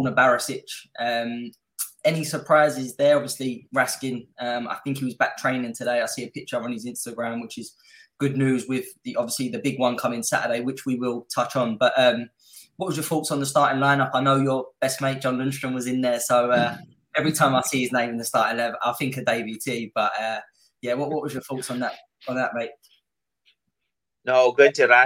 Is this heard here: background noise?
no